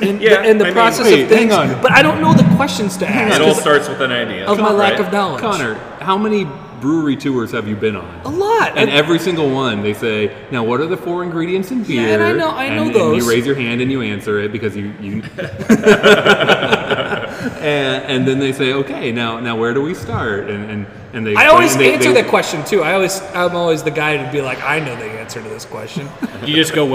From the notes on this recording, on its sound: Live from Kros Strain. While we were recording, we were sitting at Kros Strain in a room with 26 foot tall ceilings lined with barrels.